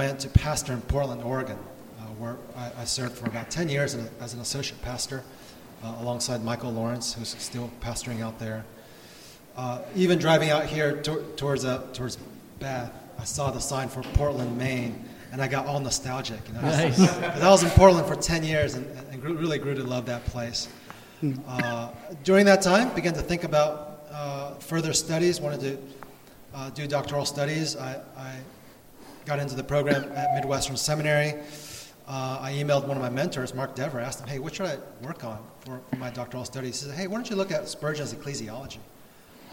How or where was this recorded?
live audience